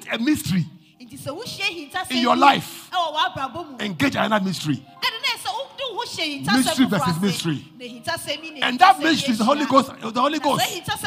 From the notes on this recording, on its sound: Preached at LCC Goshen.